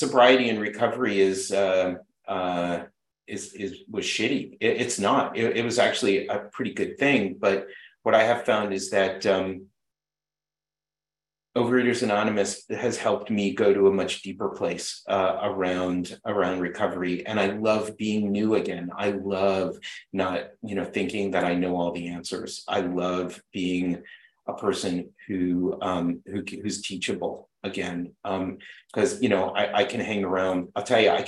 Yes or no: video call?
yes